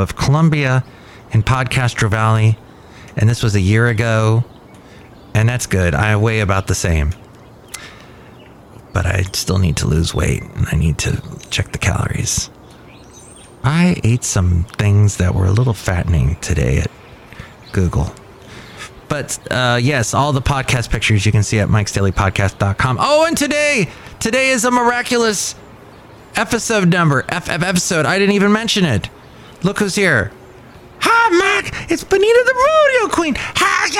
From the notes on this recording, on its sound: podcasts live from Café Anyway